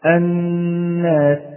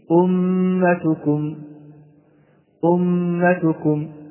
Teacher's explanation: تكون هذه الغنة كما علمنا أنها تخرج من الأنف أو من الخشوم، فنقوم بغني هذا الحرف غنة مقدارها حركتان، حركتان. الحركة تكون مقدارها قبض الإصبع أو دفته.